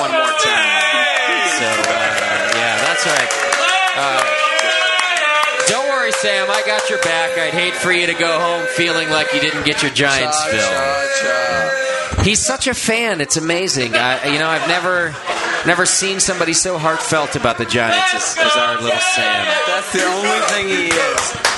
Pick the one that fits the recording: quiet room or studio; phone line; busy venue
busy venue